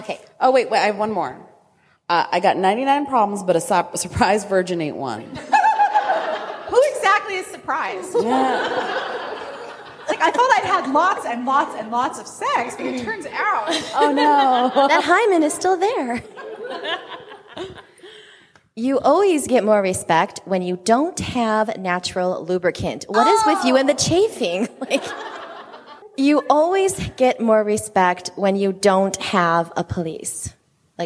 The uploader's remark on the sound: Our Live Show at RWA!